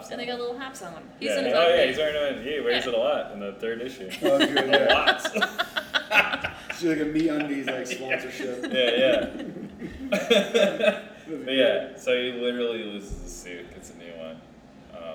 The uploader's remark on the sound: This episode was recorded live and in person at Beermiscuous.